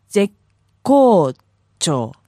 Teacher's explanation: Yeah, you want to hold the K